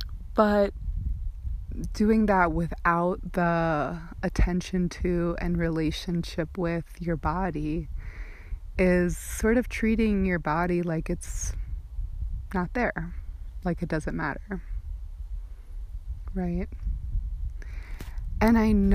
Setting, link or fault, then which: setting, outdoors